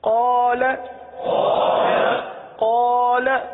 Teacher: لام پر بھی زبر ہے لیکن لام کے ساتھ الف نہیں ہے، لام کے ساتھ حرف مدہ نہیں ہے، اس لیے لام کو نہیں کھینچیں گے. تو پتہ چلا قاف کو ایک الف تک کھینچیں گے، لام کو چونکہ زبر ہے تو زبر زیر پیش کو بغیر کھینچے بغیر جھٹکا دیے معروف پڑھتے ہیں.